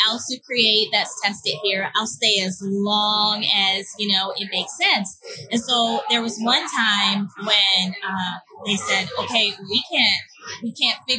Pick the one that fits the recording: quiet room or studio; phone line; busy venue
busy venue